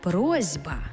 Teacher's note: Глухий звук «с» стоїть поруч із дзвінким звуком «б», а глухий плюс дзвінкий шукає собі дзвінку пару. Тобто глухий «с» знайшов собі дзвінкий «з», і в транскрипції з'явилася «просьба».